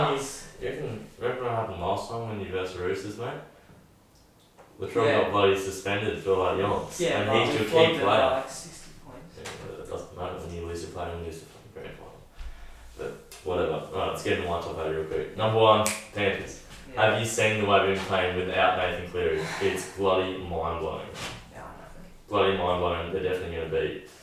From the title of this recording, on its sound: poor audio